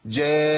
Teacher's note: هجيب نون بس زمن الغنى زيادة شوية. طيب ما هو النون هنا متطرفة أهي.